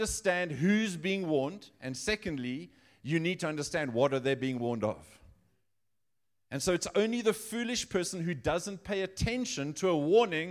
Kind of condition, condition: setting, live audience